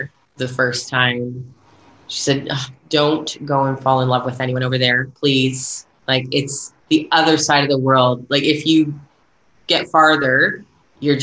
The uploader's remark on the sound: This conversation takes place over Zoom. In New Zealand, where she’s been living for nearly two decades.